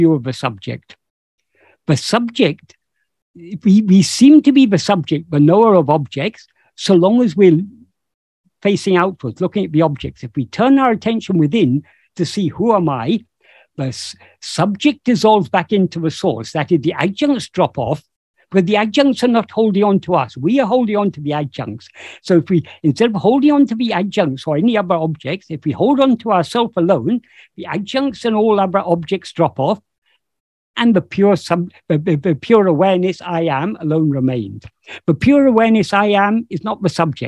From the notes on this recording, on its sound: In a Zoom meeting of the ‘Ramana Maharshi Foundation UK’ on 10th September 2022. This second portion of the meeting is posted here as this video.